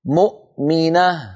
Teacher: أيوة، أنت كنت تقول مؤمنة، تجعل الهمزة مقلقلة، والهمزة ليست من حروف القلقلة